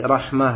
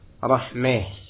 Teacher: Dicondongkan fathah kepada kasrah. · Shown in: second take · Seperti rahmah dibaca rahmeh. · Term: imalah